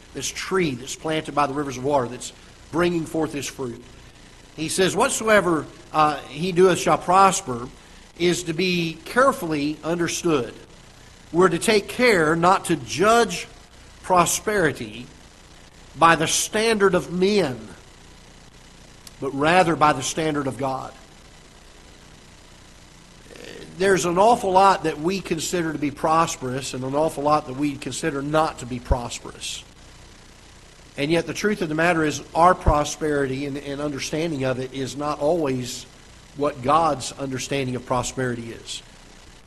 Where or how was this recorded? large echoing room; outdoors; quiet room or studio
large echoing room